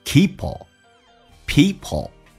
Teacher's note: people 这个单词长元音 p，然后舌尖抬起来一点点